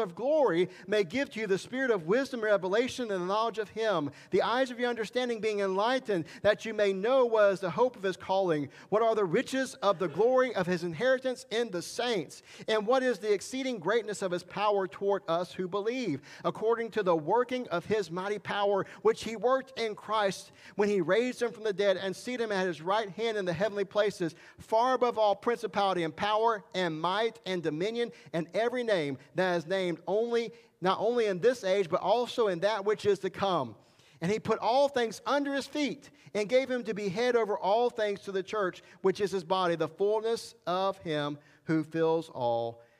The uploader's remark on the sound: This message was recorded July 18, 2021 at Highland Baptist Church, Molino, FL.